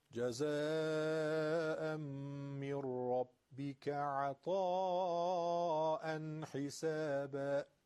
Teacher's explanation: من ربک ادغام نون در ر بی غنه است